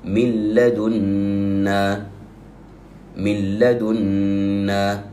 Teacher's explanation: ندغم النون باللام مباشرة من غير غنة